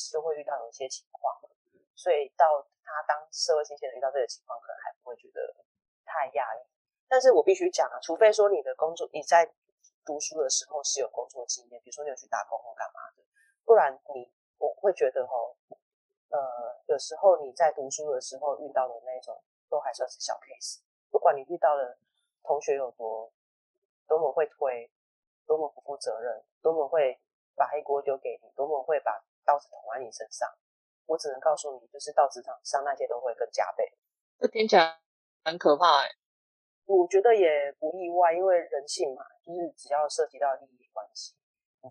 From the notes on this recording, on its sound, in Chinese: 又受鼻水蟲跟咳嗽精的攻擊，因此錄音音量不太穩定，請聽眾朋友多多包涵。